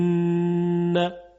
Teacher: خب حالا این اگر که نون و میم مشدد باشن یا اخفا بشن مقدار صدای غنه‌ای که خارج میشه از خیشوم بیشتر هست. مثلا در ان چون تشدید داره صدای غنه بیشتر هست ان، یا در میم امو میبینیم که غنه بیشتر هست.